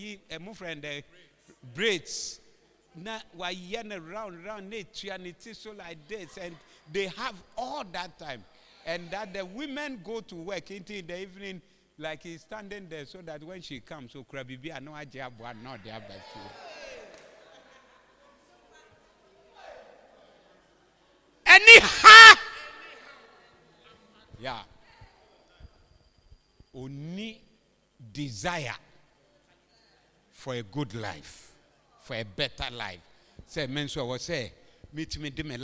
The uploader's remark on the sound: Preached at The Proton Convention Day 1 at Berekuso LCI 29032023